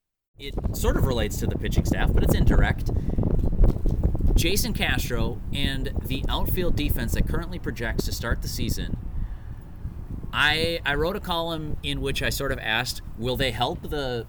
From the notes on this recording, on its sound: From a practice field outside Hammond Stadium in Fort Myers (apologies for the random wind gusts).